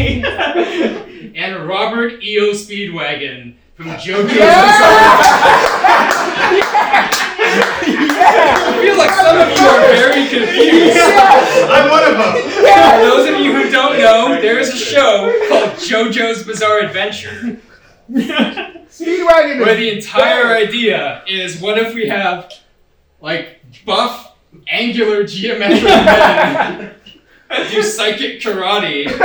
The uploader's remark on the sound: filmed at NOT ACCEPTABLE LIVE!